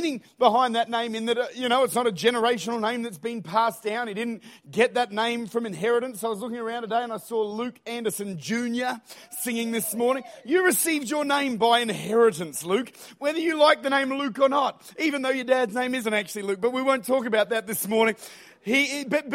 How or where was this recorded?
large echoing room